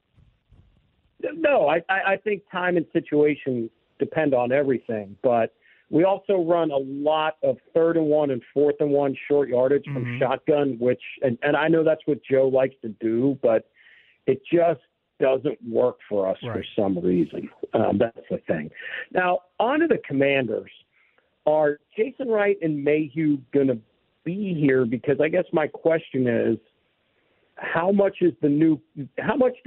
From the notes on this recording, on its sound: Back to the phone lines